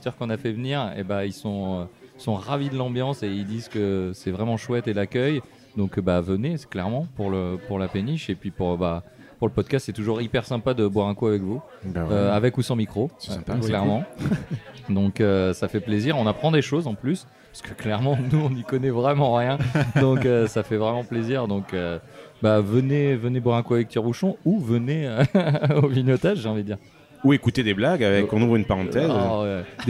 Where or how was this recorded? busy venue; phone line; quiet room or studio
busy venue